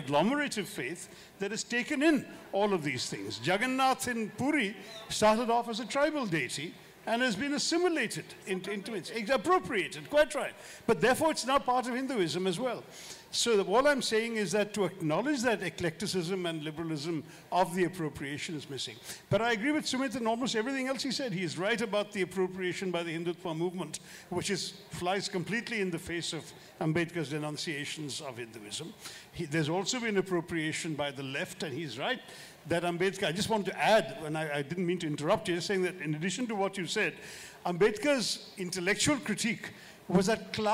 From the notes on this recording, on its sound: This is a live session from Jaipur Literature Festival 2023!